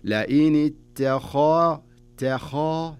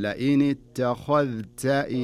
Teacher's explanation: الخاء تكون مفخمة والتاء والذال تكون مرققة، وعدم إدغام الذال في التاء. يعني تقرأها لئيني تخا تخا، شوف لاحظ تخا هنا التفخيم، تخذ تاء أنزل للذال والتاء، فأقول لئيني تخذ تاء إلها تكون هنا، ولا أبالغ.